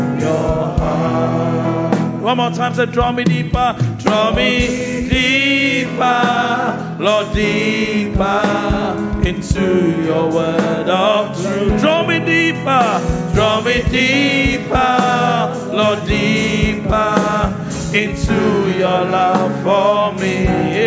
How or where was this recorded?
large echoing room